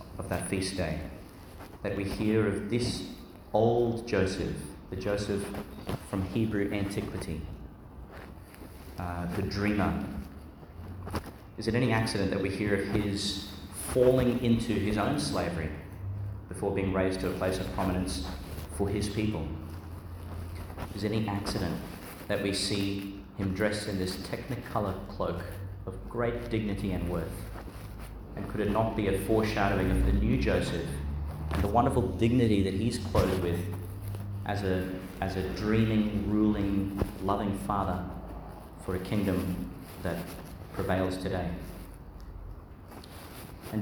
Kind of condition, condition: setting, large echoing room